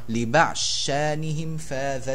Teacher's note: الضاد في لبعض تدغم في الشين